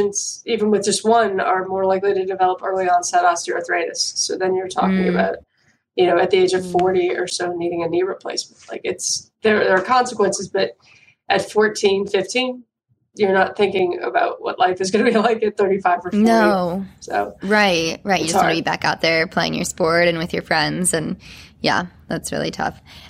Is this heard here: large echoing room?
no